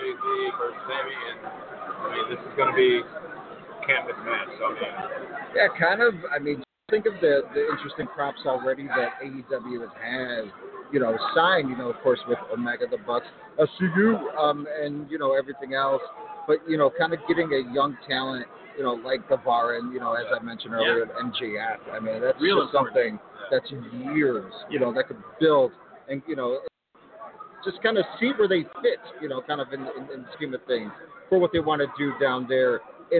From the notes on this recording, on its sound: LIVE at Warrior Wrestling IV. LIVE at Marian Catholic in Chicago Heights, IL.